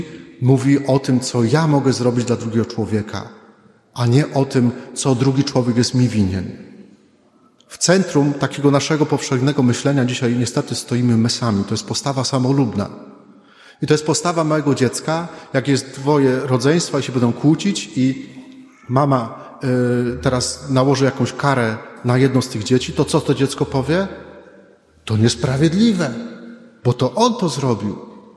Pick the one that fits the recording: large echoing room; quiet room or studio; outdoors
large echoing room